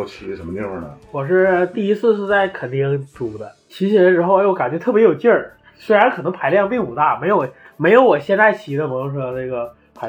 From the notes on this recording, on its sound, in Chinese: 本期为2022春节前由手机临时录制，请谅解